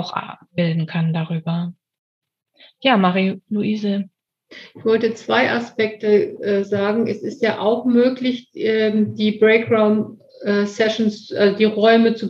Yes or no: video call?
yes